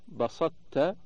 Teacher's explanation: إدغام الطاء في التاء في كل من بسطت في سورة المائدة وأحط في سورة النمل إدغاما ناقصا مع بقاء صفة الإطباق للتقارب الذي بينهما.